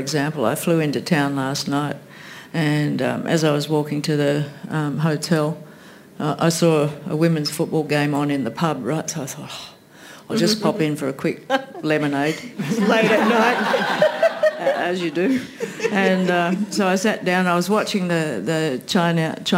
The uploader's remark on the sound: This event was recorded on Saturday 29 July 2023 at the Wheeler Centre.